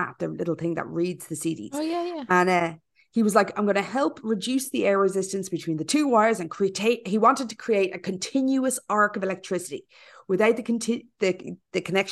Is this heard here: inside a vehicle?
no